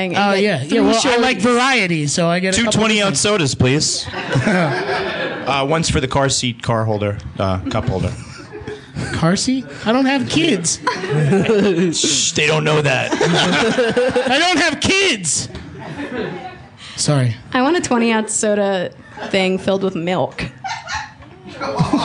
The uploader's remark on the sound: The guys continue their 2014 Fall mini-tour with a trip to the city of brotherly love Philadelphia PA for a live performance at the PHit Theatre.